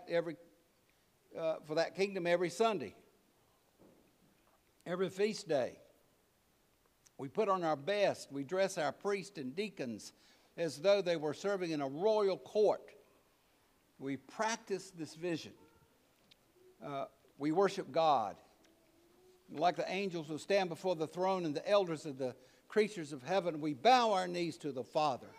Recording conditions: large echoing room